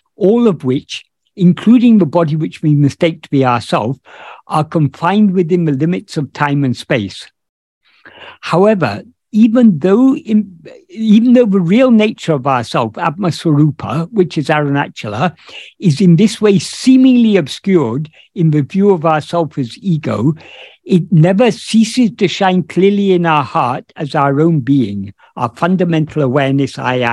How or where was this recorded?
video call